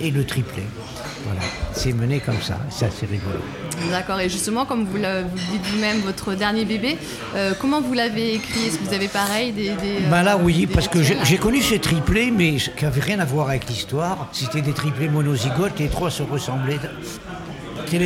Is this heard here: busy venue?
yes